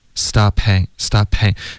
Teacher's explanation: 这个 p 的音会连读到 h stophanging，然后这个的音呢就几乎听不见了。OK，所以开头 would you stop hang 四个音节大家多注意。OK，这是有难度的。